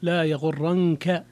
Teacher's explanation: في قوله جل ذكره لا يغرنك تقلب الذين كفروا في البلاد، لا يغرنك، نعم قرأ الجمهور جميع القراء لا يغرنك بهذه اللفظة، نعم بتشديد، نعم بتشديد النون لا يغرنك، نعم نعم. أما رويس فخفف النون فقرأ لا يغرنك